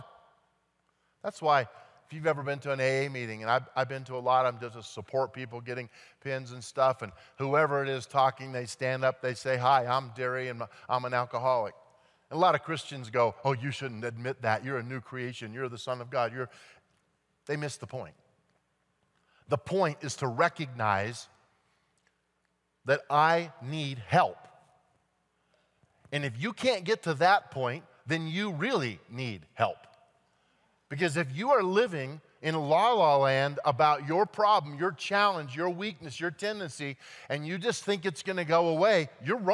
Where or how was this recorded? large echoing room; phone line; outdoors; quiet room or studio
large echoing room